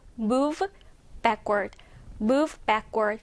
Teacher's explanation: 앞니가 아랫 입술을 살짝 물면서 그리고 소리가 유성음이 나야 돼요. 그래서 v 이 사운드가 나야 되고 뒤에 나와 있는 이 backward에서 b 사운드는 양 입술이 붙었다가 떨어지면서 b 사운드로 되기 때문에 여기서 조금 까다로운 부분은요. · Term: v 사운드